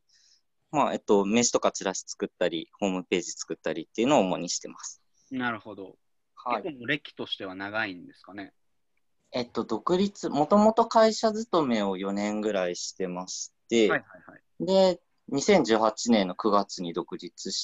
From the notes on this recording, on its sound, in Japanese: ラジオ放送は生放送で収録します。Zoomというツールを使って生放送！